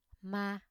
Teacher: They are characterized as mid-level tone or thanh ngang has no tone mark, ma.